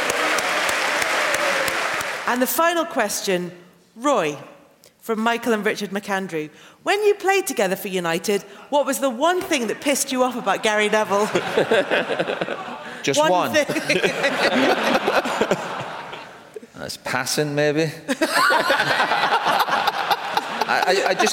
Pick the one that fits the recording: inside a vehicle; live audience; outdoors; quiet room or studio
live audience